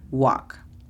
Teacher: sabes que hay una L, pero como puedes escuchar, parece que la L es muda. Entonces es U-A-K, walk.